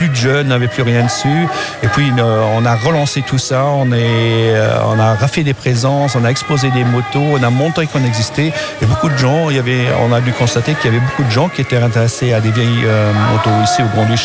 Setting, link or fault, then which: setting, busy venue